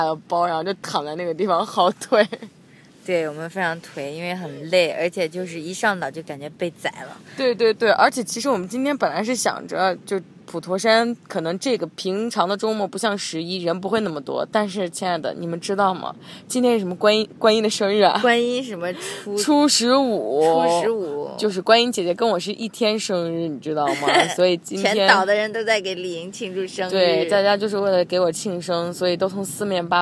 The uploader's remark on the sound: We are on a beach! 这是我们俩在一个神秘的地方录制的特别精短版！